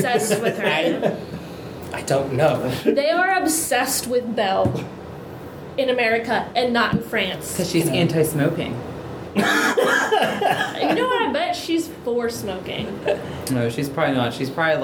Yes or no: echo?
yes